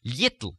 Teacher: it's not just little, but you hear me actually putting a y in there